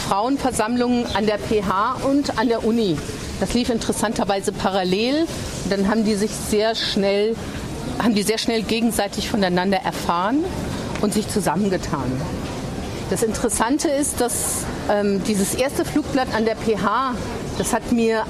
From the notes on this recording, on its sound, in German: Führte durch die Straßen der Innenstadt und machte Station an Orten, an denen Frauen auf besondere oder auch ganz alltägliche Weise in Freiburg gewirkt haben. Ausschnitte aus dem feministischen Stadtrundgang aufgenommen.